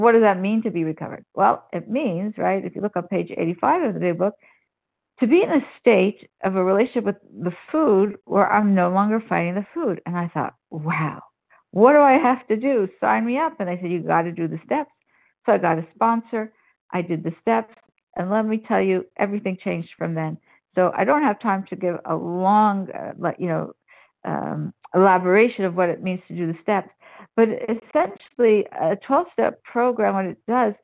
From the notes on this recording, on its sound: 100 Pounders Phone Meeting